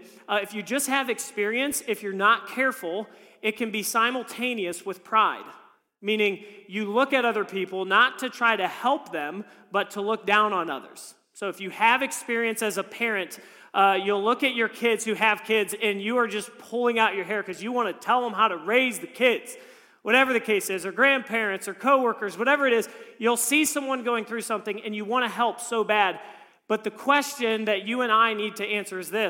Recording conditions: large echoing room